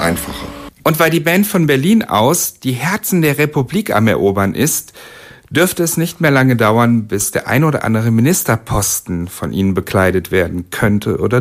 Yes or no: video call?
no